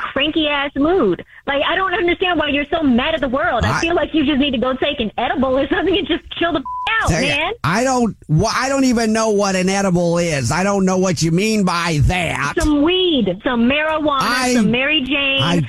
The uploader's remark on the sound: Phone Prank